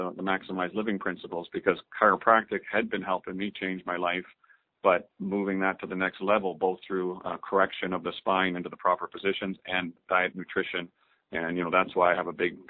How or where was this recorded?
phone line